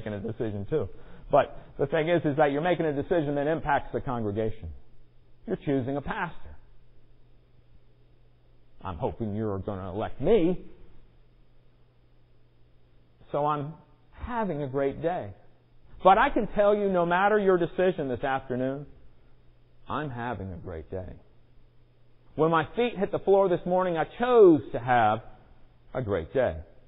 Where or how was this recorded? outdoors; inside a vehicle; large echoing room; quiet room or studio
large echoing room